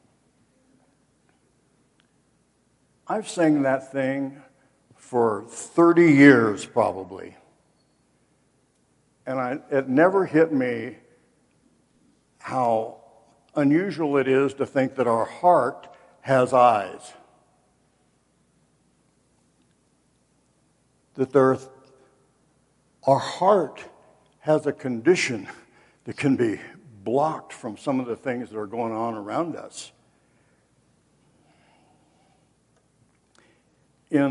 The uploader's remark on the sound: Woodland Life Church Live